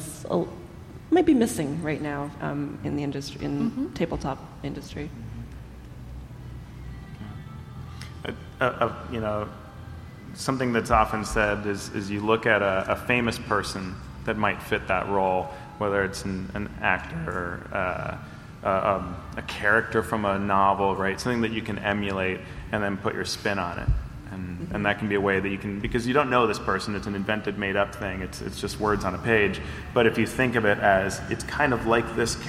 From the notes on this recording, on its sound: a panel from PAX West